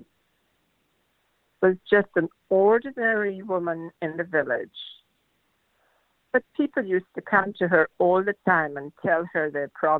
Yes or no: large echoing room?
no